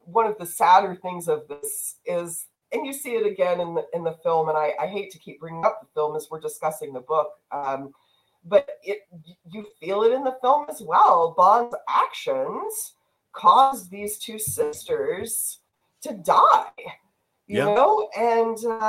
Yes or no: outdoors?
no